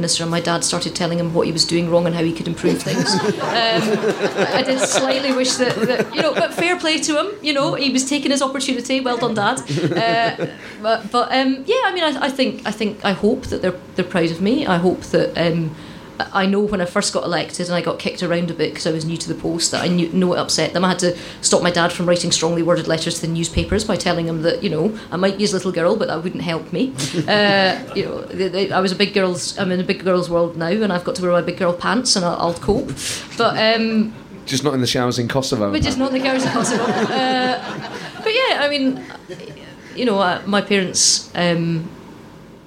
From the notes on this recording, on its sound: In a show recorded live at the Edinburgh Festival 2015.